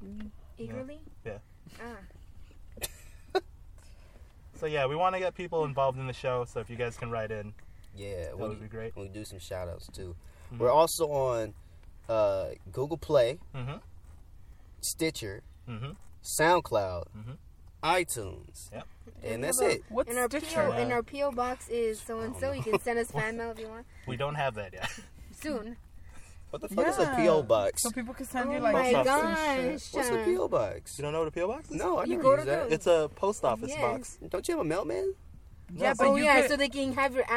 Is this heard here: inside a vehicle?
yes